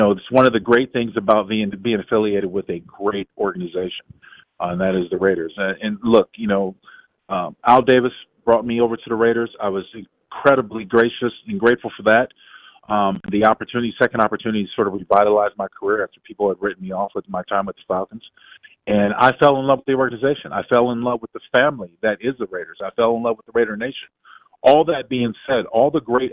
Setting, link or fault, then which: link, phone line